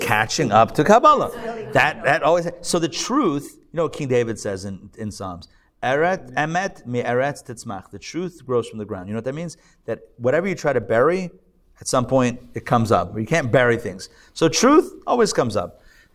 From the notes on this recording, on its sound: Recorded live at The Torah Center ATL on Sunday, June 25, 2023